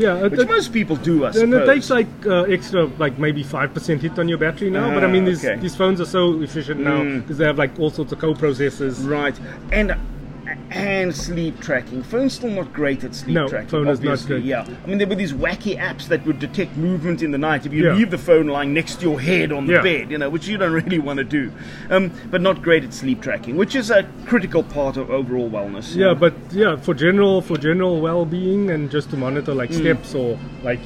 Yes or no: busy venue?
yes